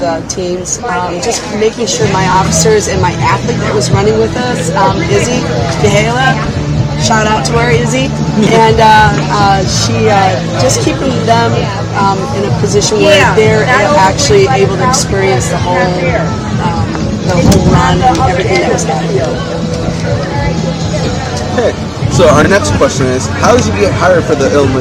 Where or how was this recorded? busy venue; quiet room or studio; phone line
busy venue